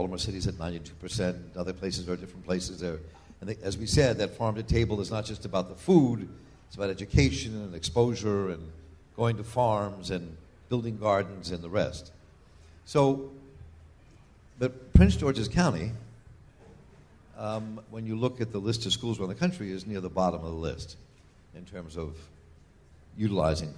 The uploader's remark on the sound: This week features a panel discussion I moderated last week at Busboys and Poets in Hyattsville.